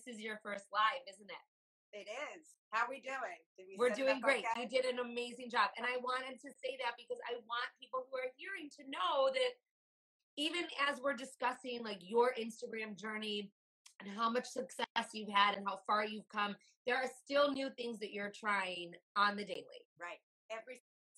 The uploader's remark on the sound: the sound is not the best